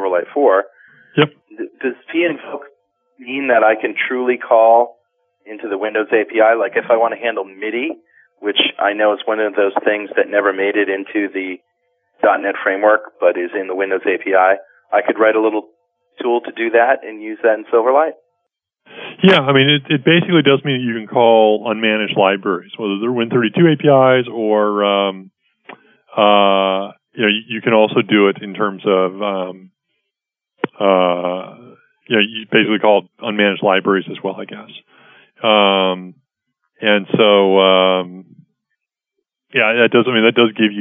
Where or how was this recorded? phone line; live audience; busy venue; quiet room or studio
phone line